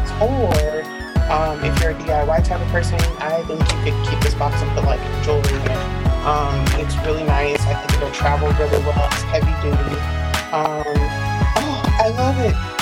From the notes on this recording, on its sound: Please excuse the microphone pops.